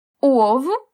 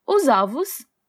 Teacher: O ovo, fechado, e os ovos, aberto.